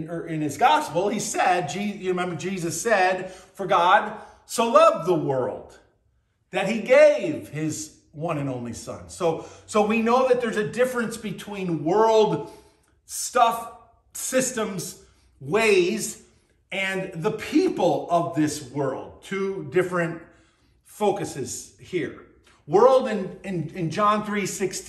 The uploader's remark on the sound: BCC Virtual Worship. At Burlington Christian Church on June 18th, 2023.